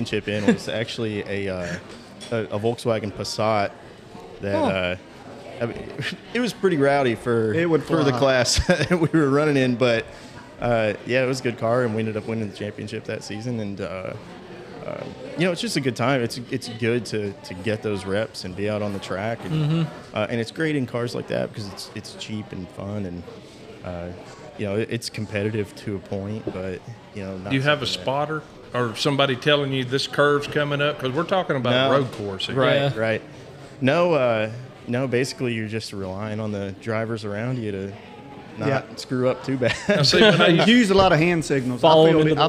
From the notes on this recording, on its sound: we were live at the Brickyard eating our fried green beans